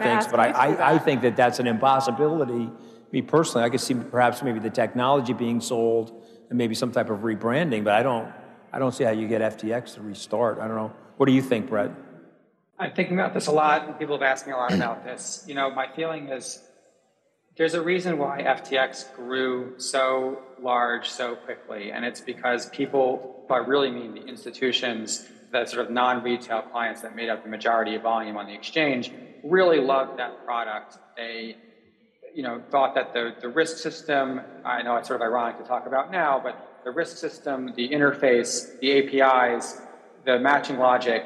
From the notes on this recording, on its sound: A Consensus 2023 panel